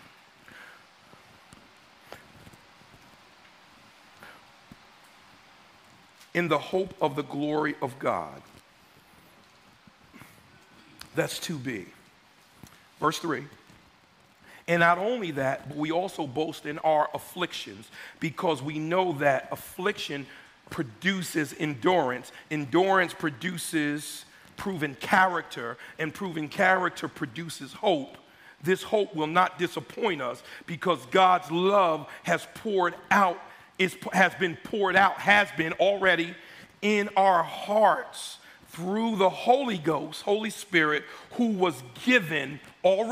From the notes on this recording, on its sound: was originally preached in East Falls, Philadelphia on June 18, 2023